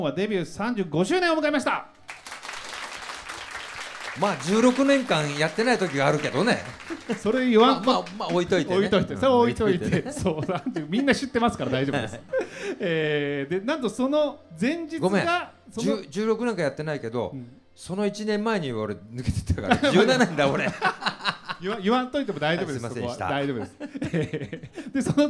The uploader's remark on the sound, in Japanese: 2022年11月に広島市中区のファッションビル“サンモール”で、。公開録音の模様をまとめた特別番組です。こちらの音源は楽曲やBGMなどを抜いて再編集した音源になります。